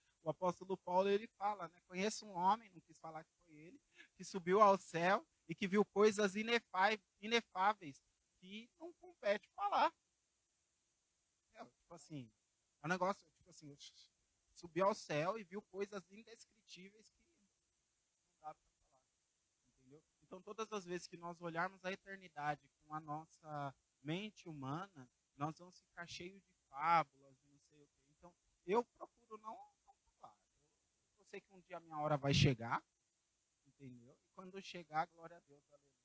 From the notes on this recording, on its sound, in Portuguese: Programa gravado no dia 21/07/2023, na Praça do Campo Limpo, em São Paulo.